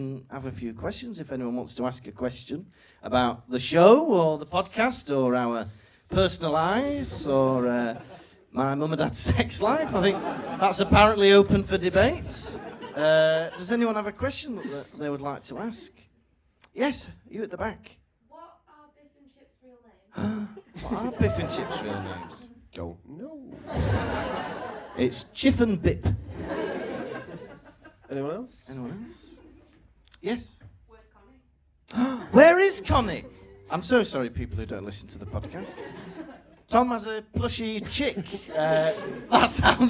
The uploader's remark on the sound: Recorded live in Manchester.